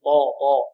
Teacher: مازال التفخيم طا طا بدون ضم الشفتين